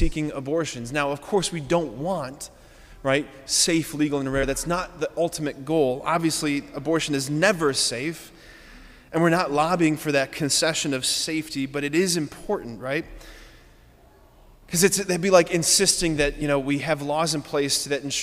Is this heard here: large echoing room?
yes